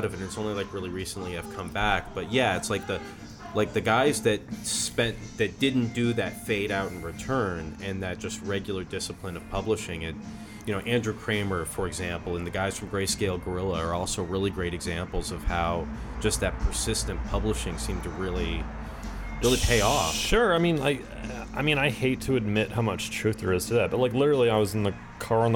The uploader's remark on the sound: This episode was recorded over beers and french fries on the patio at Sawyer and Co in Austin Texas.